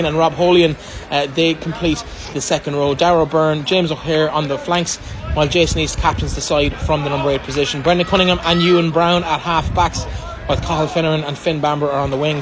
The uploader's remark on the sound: Full Audio Commentary of the 2022/23 Connacht Rugby Senior Cup Final between Buccaneers and Sligo from The Sportsgrounds